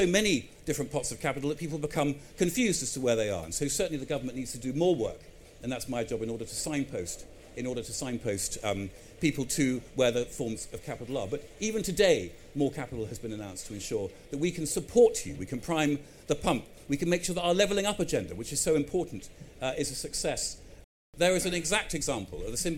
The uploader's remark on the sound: A keynote speech, delivered live at the EG Pavilion at MIPIM 2023.